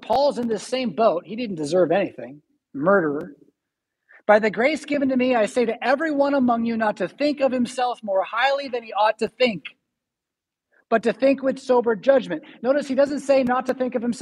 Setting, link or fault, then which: setting, large echoing room